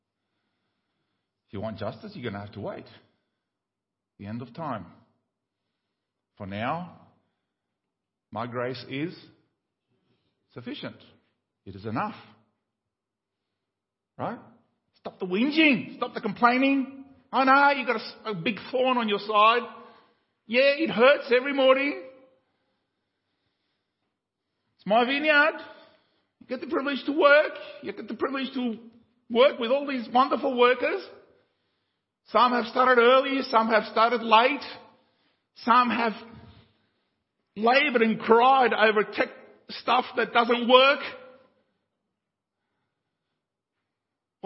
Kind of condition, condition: setting, large echoing room